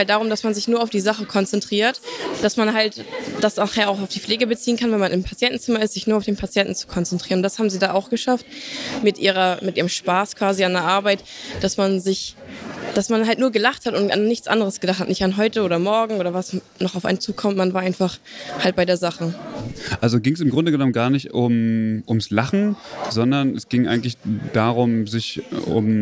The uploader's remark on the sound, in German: Live vom Spotlight Pflege.